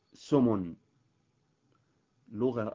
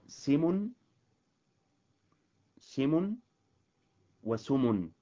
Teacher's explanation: ثم سمن، سمن لغة أيضا في كلمة اسم، سمن سمن وسمن بضم السين وكسرها